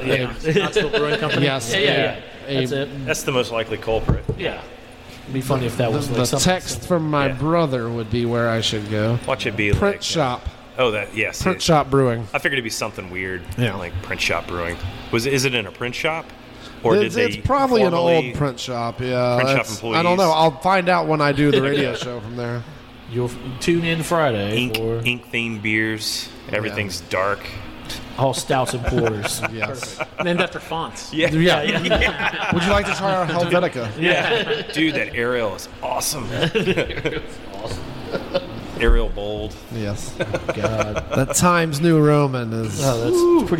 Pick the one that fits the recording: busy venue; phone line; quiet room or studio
busy venue